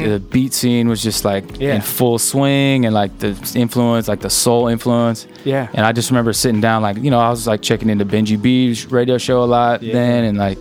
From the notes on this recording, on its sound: Broadcast at Delicious Pizza